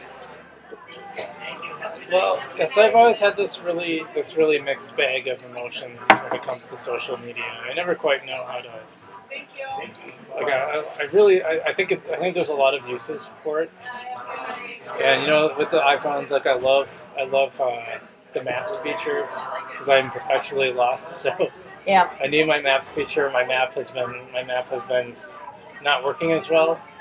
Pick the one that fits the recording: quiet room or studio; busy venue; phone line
busy venue